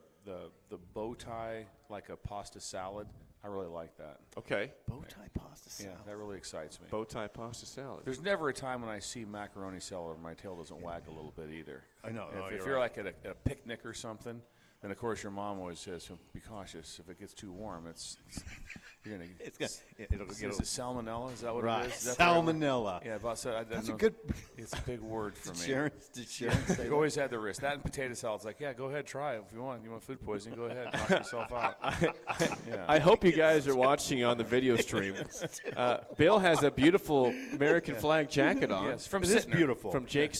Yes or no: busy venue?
yes